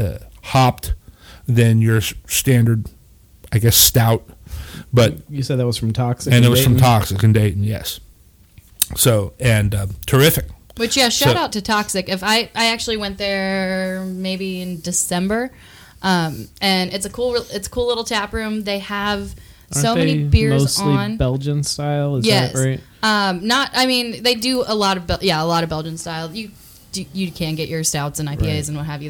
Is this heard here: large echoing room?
no